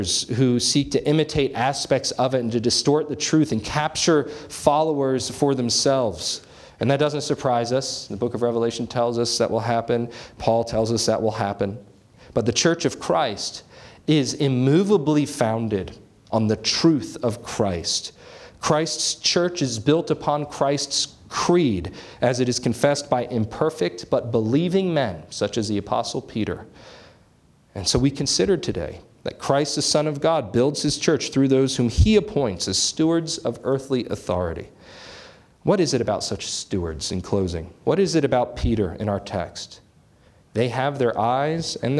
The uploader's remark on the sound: This sermon was preached on January 21, 2024 at Antioch Presbyterian Church. At Antioch Presbyterian Church, a mission work of Calvary Presbytery of the Presbyterian Church in America located in Woodruff, South Carolina.